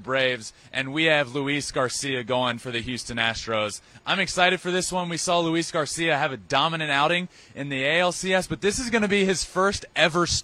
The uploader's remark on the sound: LIVE from Truist Stadium in Atlanta